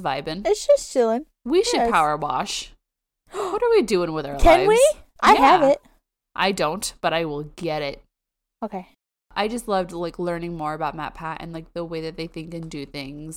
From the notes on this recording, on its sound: sorry for the wind effect.